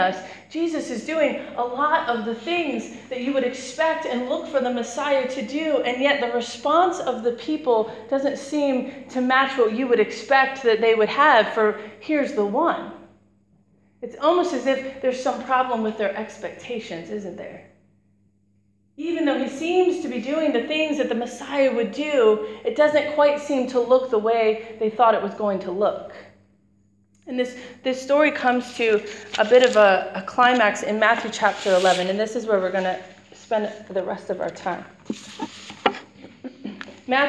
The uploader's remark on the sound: Preached on 12th March 2017 at Beacon International Centre.